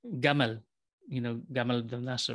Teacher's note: in northern Egypt, you'll pronounce the Arabic letter jim, j, as gim, you know. They'll say gamal, you know, gamal bin Nasser, right?